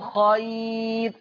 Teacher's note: لو وقفت على هذه الكلمة فهذه الكلمة للقراء العشرة مرققة خير. أما وصلا فهذا الحكم خاص، أما وصلا فهذا الحكم خاص حين الوصل بورش.